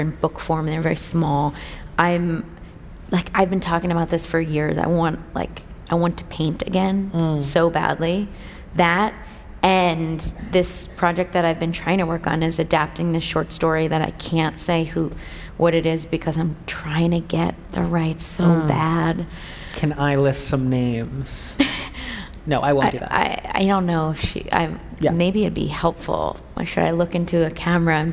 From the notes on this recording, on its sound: LIVE on the TED Conference stage